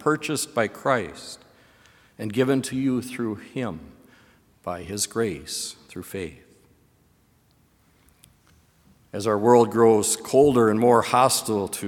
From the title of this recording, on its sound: Sermon from BLC Chapel